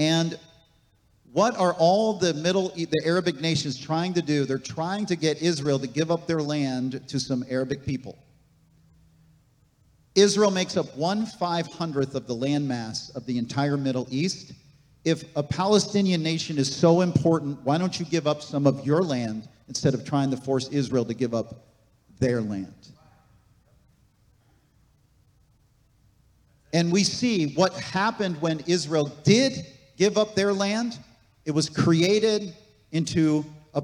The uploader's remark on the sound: This message was recorded on October 15, 2023, at Gateway Church in Richmond, Indiana.